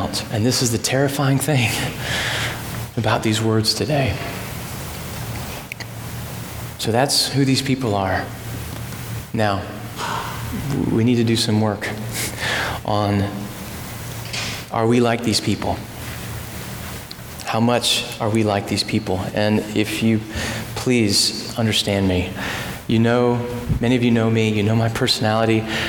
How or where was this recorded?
large echoing room